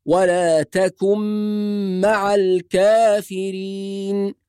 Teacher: معناه أن حرف الباء يلغى تماما ثم ننطق ميم مشددة بعد الكاف ولا بد من الغنة، فنقول يا بني اركم معنا بهذه الطريقة، يا بني اركم معنا ولا تكن مع الكافرين. ونحافظ كذلك على الإدغام في حرف النون مع حرف الميم